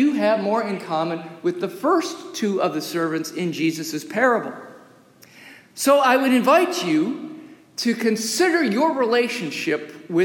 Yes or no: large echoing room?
yes